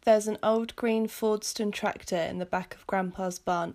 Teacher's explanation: you're listening for the dullness because I am purposefully using no intonation